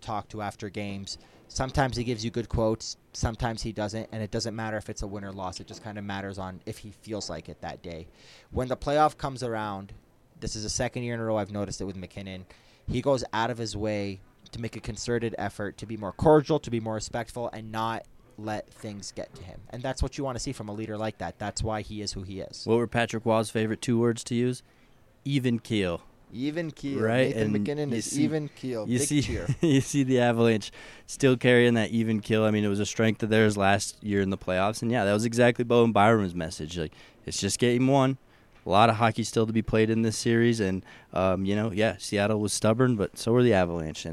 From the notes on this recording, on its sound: Live from Ball Arena.